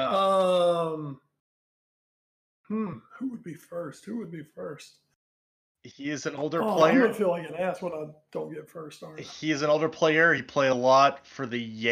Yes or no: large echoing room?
no